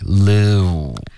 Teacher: 你现在嘴唇是半撅的一个状态，你应该开头是放松，后面嘟起来